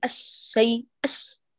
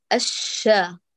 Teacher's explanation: لا تقطعي صوت الشين، ما كل مشدد بشديد، هاتي رخاوتها · Shown in: second take · الشا، أضعف اعتمادك حال التصادم فيها.